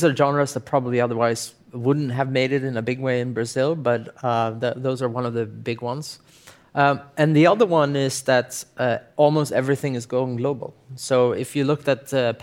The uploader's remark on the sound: Live podcast